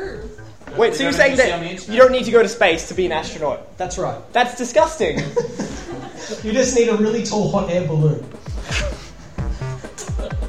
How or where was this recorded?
live audience